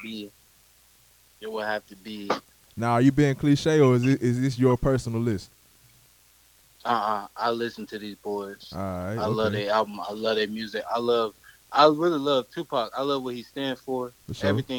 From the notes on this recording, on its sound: Phone interview